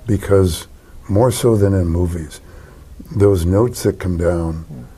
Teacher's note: So everything is like, he's not pursing his lips, he's just got a lip that comes out ahead at the top, and that's creating a little slight lisp sound. And I think because of this thinning and this way it's kind of aimed at putting his lips designed in the way his jaw's designed, that his tongue is kind of long as well, and then it's got this very, very subtle lisp.